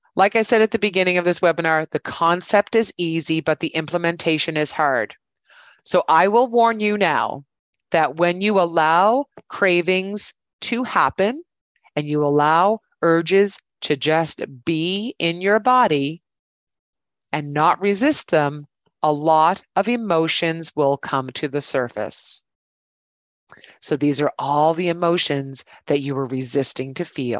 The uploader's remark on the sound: Here is the recording of my webinar last week.